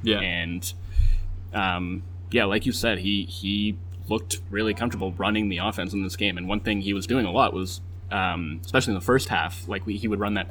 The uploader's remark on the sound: Live from Raptors/Pelicans. Deep in the bowels of Scotiabank Arena.